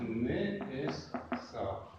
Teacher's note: Более открытый гласный э, и вместо шва это сигол